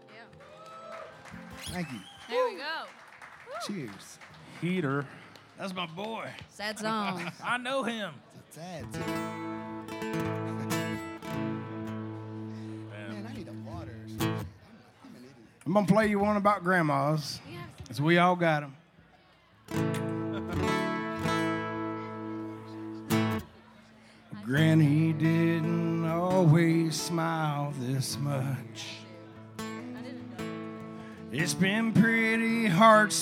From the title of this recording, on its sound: Rounds At Live Oak In Nashville